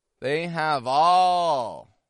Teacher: Do you hear how I'm raising my tone in the word all?